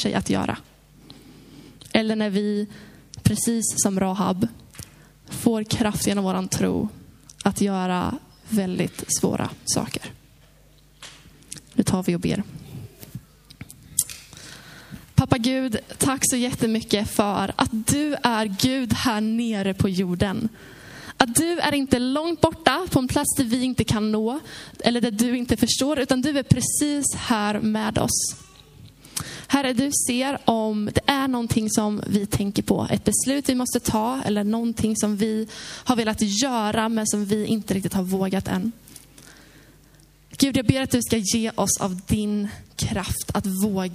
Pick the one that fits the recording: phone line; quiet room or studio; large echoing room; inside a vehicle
large echoing room